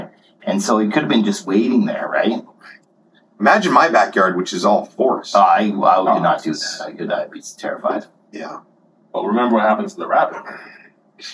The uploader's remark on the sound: Recovered from a laptop room recording, please excuse the restored audio quality.